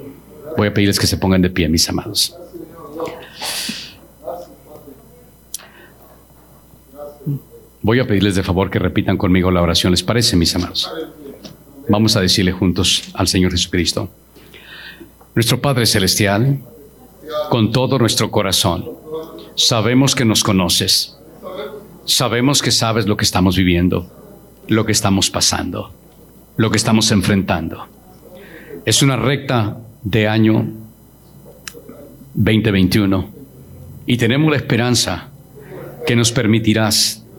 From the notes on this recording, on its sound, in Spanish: Grabado en 12/26/21 en Iglesia La Casa Del Alfarero en Edinburg, Tx.